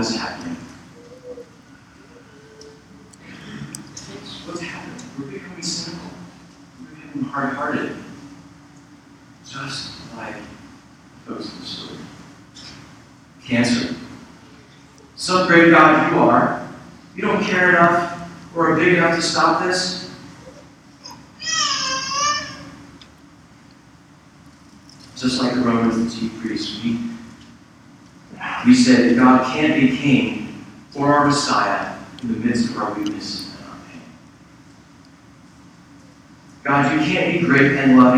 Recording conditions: poor sound quality